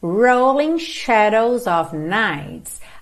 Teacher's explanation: aqui em rolling a gente enrola a língua no R, ok? Mesmo sendo inglês britânico, porque esse R está no início da palavra antes da vogal, então a gente não tem mesmo outra possibilidade.